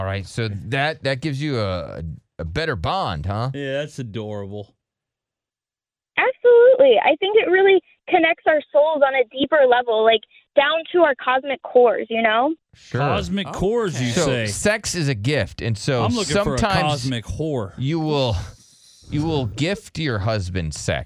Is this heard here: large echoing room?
no